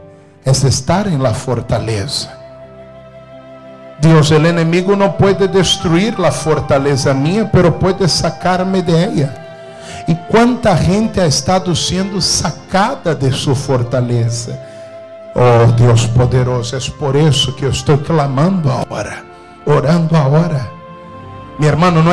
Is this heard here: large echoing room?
yes